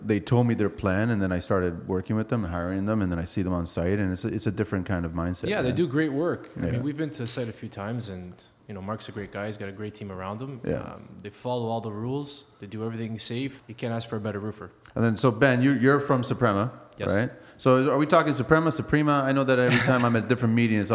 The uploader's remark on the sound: on location at Skyluxe Roofing workshop and breakroom